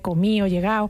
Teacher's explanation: pues la D se pierde